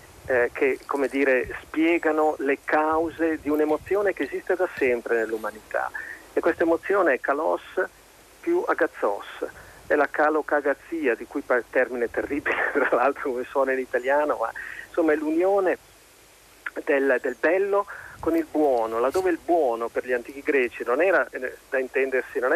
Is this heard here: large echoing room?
no